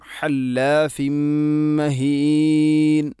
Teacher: ഹല്ലാഫിൻ എന്ന് പറയുമ്പോൾ ഹ തൊണ്ടയുടെ മധ്യഭാഗം